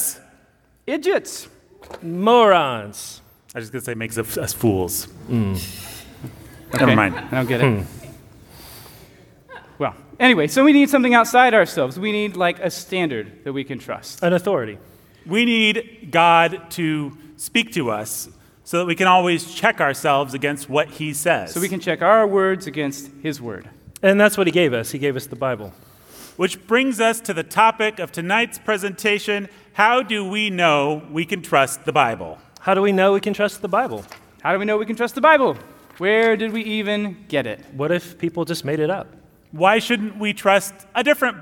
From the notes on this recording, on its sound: Recorded live at Church of the King.